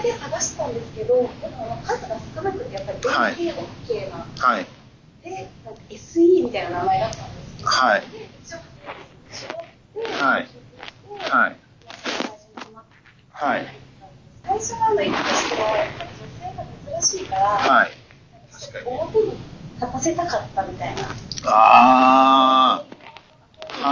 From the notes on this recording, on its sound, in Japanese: 今回収録の設定の不手際より聞き取りづらいところが多々ありますが、ご了承ください